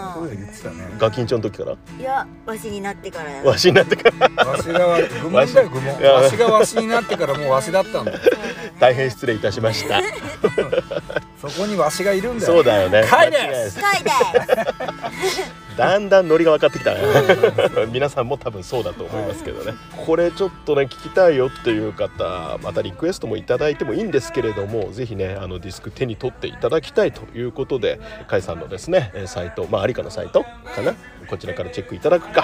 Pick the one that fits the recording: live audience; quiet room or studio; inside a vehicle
inside a vehicle